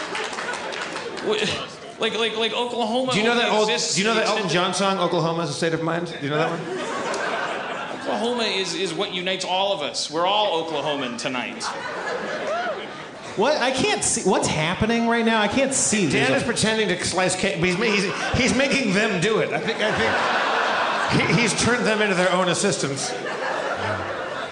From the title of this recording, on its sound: LIVE from the Cherokee Casino in West Siloam Springs, OK